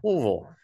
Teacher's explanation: Well, it's like you're turning it's almost like not quite, it's not three syllables. It's, you guys turn it into like two and a half syllables. Not quite two, not quite three. It's like two and a half syllables.